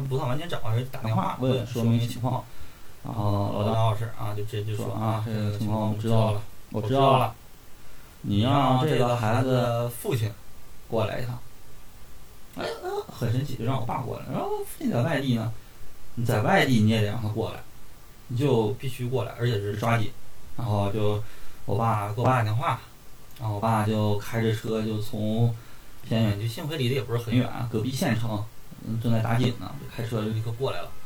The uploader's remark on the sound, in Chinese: 这是一期音质诡异的节目。在我们录这期节目的时候，主播…的麦出现了问题，一顿一顿，时不时悄无声息。我们对其进行了修复，所以音质会很诡异。